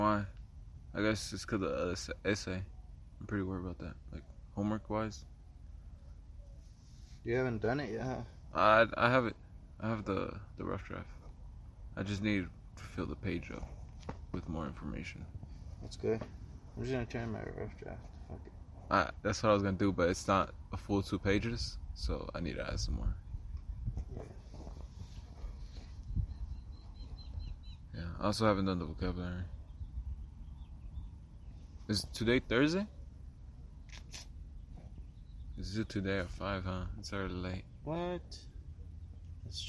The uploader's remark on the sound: outside enjoying the fresh air